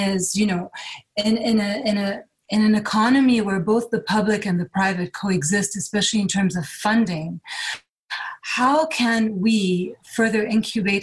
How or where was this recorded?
video call